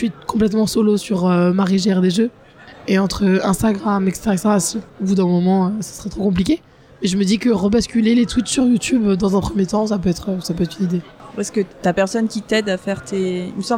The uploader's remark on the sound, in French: lors du Festival International des Jeux de Cannes 2023